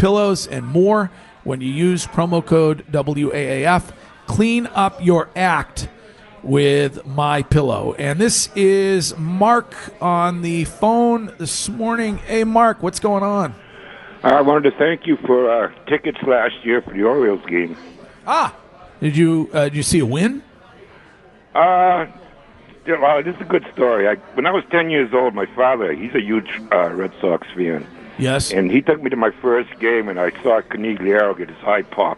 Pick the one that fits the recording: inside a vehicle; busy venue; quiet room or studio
busy venue